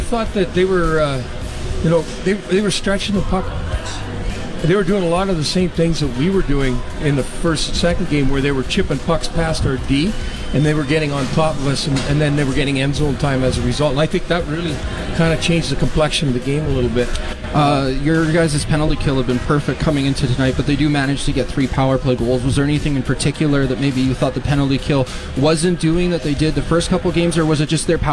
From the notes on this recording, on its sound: LIVE from the Brandt Centre